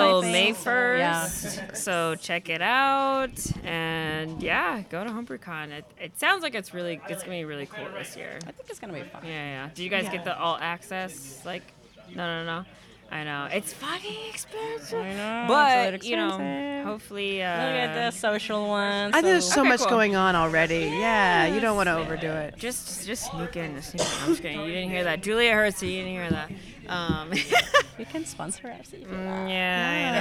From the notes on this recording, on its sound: Live at their homebrew club brew day with the Socal Cerveceros! We chat with a few attendees as we brew an American Light Lager.